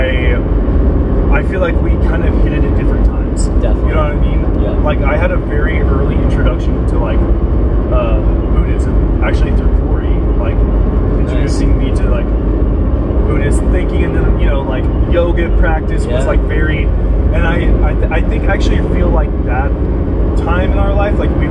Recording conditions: inside a vehicle